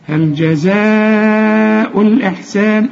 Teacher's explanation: لما قلنا ولا جان ده اسم مد لازم، يعني تمده ست حركات، انما هل جزاء ده تمده اربع حركات · Term: مد واجب